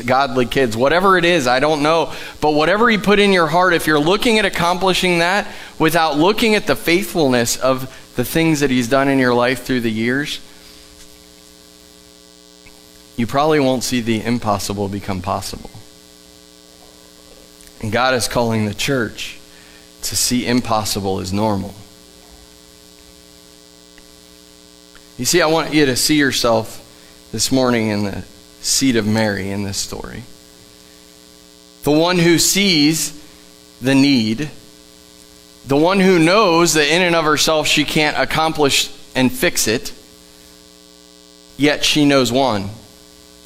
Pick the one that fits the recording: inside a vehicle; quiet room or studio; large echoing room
large echoing room